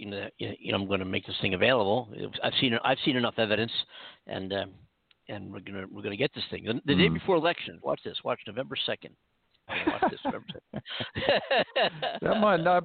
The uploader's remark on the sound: The only live call in talk show in the world co-hosted simultanioulsy aroud the globe.